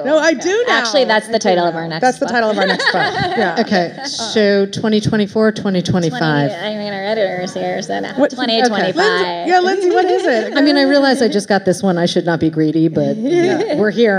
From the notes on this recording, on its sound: live at Barnes & Noble Union Square